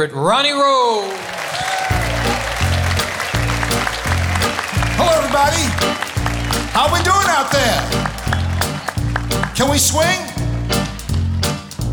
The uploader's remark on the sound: Live at the South Point Casino